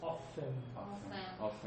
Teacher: That's not a typical pronunciation. You don't pronounce the T, right?